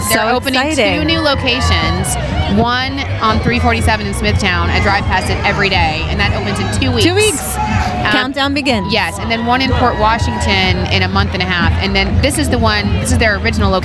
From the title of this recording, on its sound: On Location at the First Annual Patchogue Pride Parade